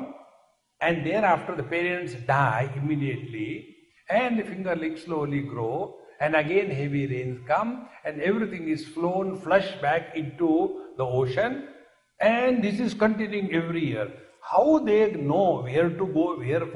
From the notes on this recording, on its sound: Recording live in Phoenix Arizona, USA, July, 24, 2016.